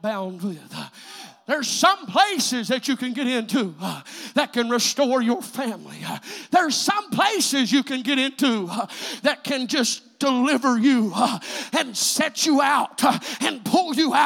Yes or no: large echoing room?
yes